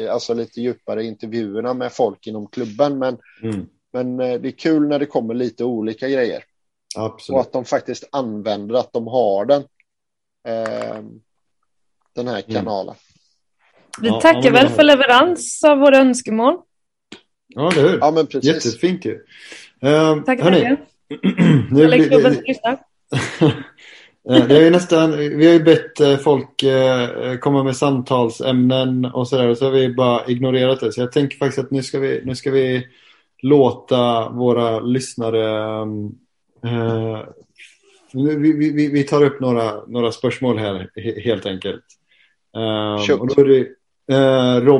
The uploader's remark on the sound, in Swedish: träffades återigen för en virtuell inspelning